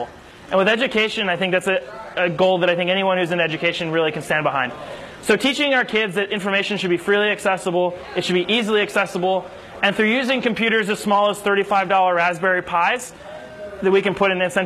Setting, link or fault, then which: setting, busy venue